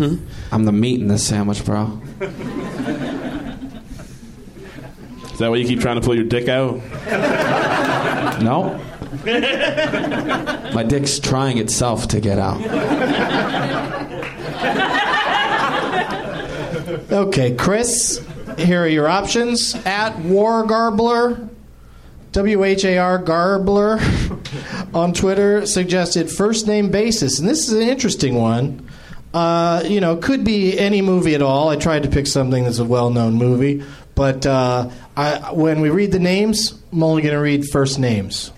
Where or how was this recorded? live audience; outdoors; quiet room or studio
live audience